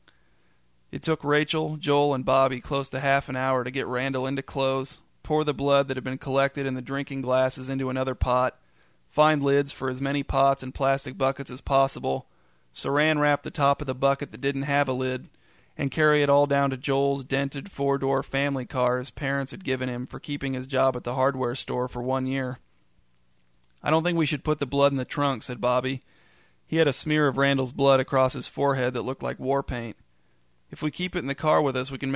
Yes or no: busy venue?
no